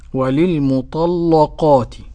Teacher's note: قرأ ورش بتغليظ اللام المفتوح، هذا نأخذه من وغلظ ورش فتح لام لصادها أو الطاء أو للضاء.